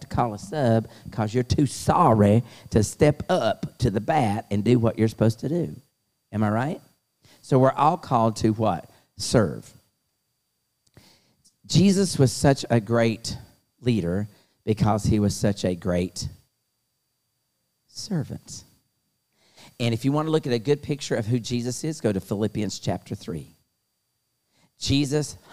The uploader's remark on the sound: LIVE Youth Conference Series held at Myrtle Beach, SC.